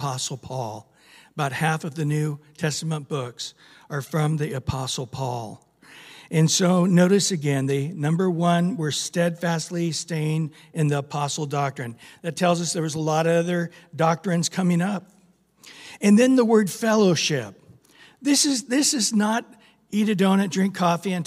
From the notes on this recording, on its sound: Recorded at Calvary Chapel of Los Alamitos